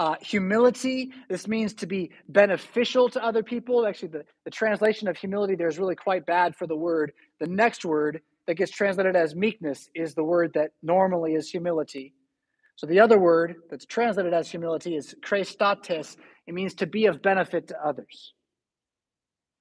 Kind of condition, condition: setting, large echoing room